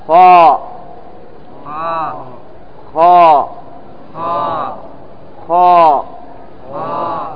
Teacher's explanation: لاحظ أن الفم يمتلي بهذا الحرف خاء، عندما تنطقه فخمه · Term: يتفخم